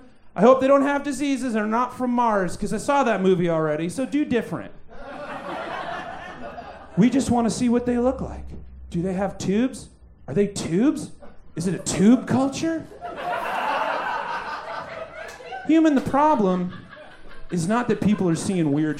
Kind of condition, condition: setting, live audience